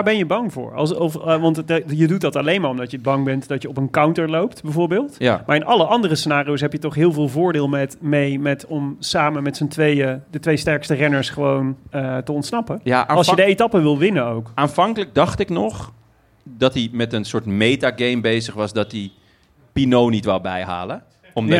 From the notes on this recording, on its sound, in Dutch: Live vanuit bakkerij Kometenbrood in Amsterdam Noord